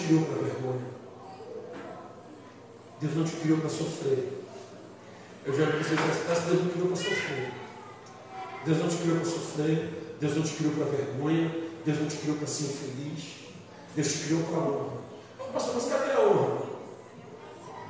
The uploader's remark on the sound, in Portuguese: Ao Vivo na Casa de Louvor